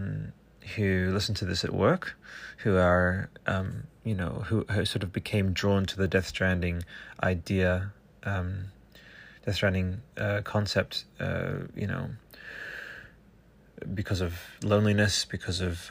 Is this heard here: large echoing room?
no